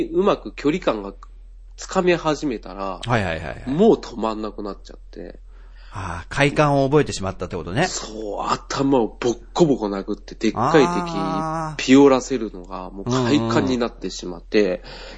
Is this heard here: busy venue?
no